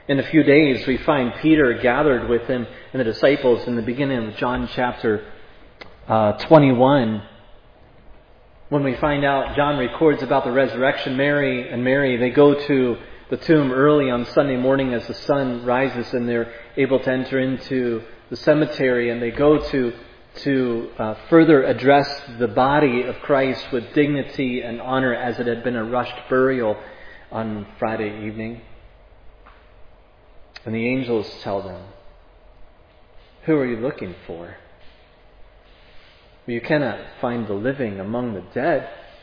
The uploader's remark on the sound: Preached at Providence Church.